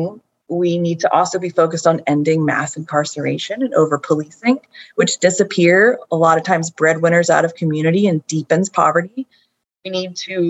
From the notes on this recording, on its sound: We recognize there are some impurities that come with recording over video communications and we are thankful for the law school team’s efforts around editing these episodes.